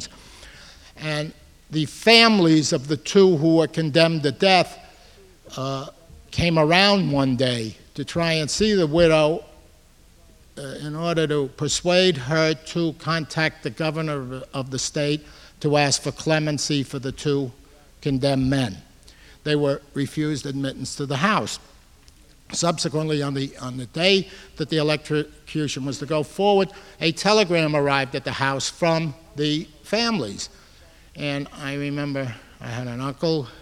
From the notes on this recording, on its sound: Recorded May 16, 1989 at New York's 92nd Street Y.